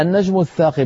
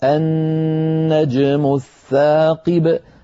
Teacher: لكن يفوتها كثير من الأحكام يعني قالت النجم الثاقب مثلا النجم ولم تأتي بالنون المشددة وهذه لابد فيها من الغنة · Shown in: second take